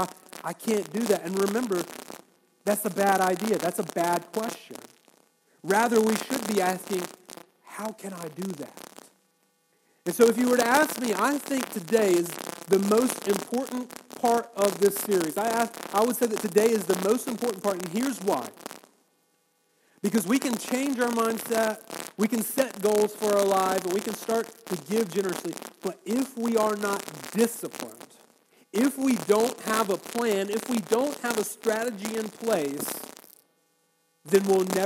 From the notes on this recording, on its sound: Our Apologies for the poor audio.